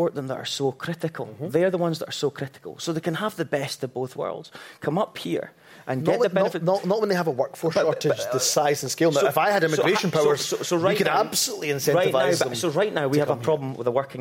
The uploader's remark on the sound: Record in front of a live audience at Johnnie Walker Princes Street in Edinburgh.